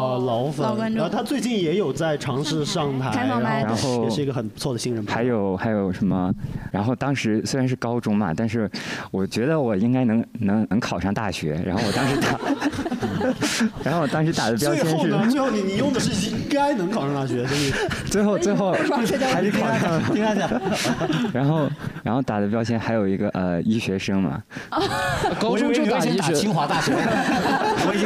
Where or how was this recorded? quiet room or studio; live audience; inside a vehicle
live audience